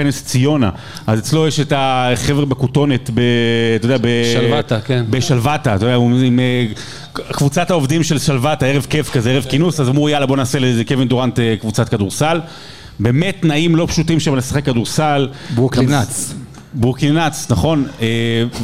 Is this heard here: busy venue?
yes